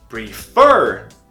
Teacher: Prefer termina com F consoante, E vogal, R consoante. Termina em CVC e a tônica é no fur, que é na última sílaba.